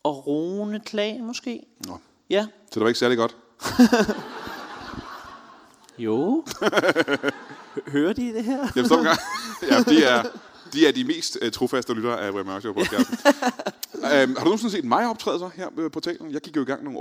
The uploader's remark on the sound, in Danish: LIVE fra Portalen i Greve